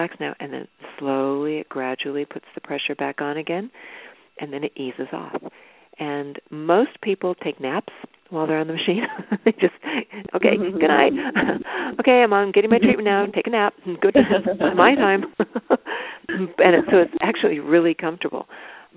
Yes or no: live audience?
no